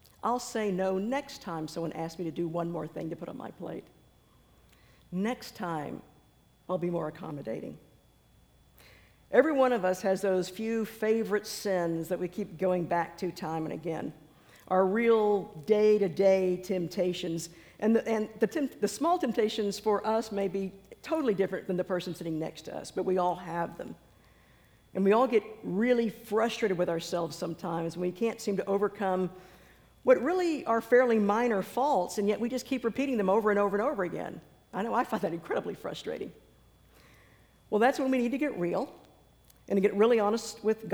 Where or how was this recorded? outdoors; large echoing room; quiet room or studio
large echoing room